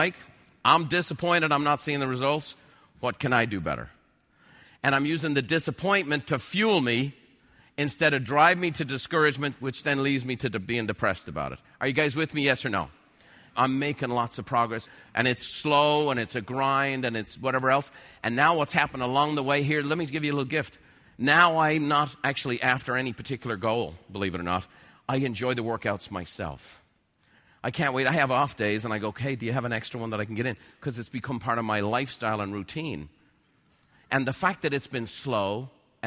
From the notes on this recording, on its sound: Recorded live at MasterMind Summit®.